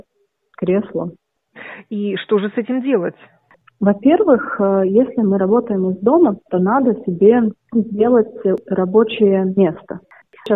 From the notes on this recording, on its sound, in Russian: Большинство программ мы сейчас делаем из дома. Вместо прямого эфира – записи интервью по телефону, вместо гостей в студии – телефонные собеседники, вместо микрофона – диктофон. А потом – многочасовой монтаж на компьютере.